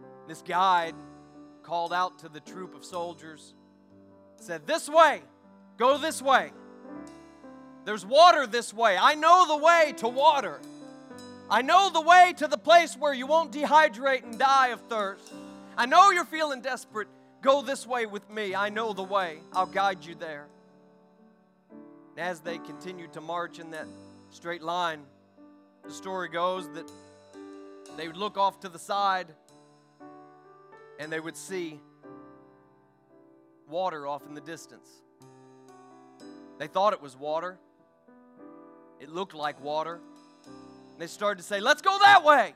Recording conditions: large echoing room